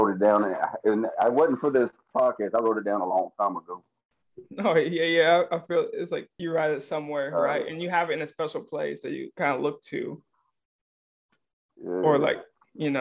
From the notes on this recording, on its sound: through the power of Zoom